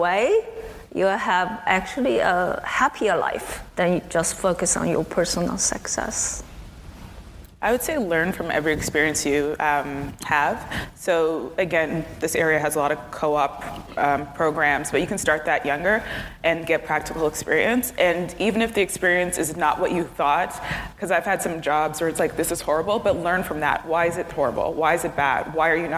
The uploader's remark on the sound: a panel discussion recorded at the Perimeter Institute on March 8th for International Women’s Day